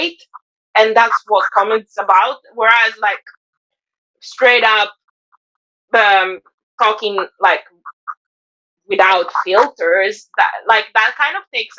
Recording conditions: poor sound quality